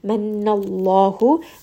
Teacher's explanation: noon here has a shadda, so I am going to spend a bit of time saying this letter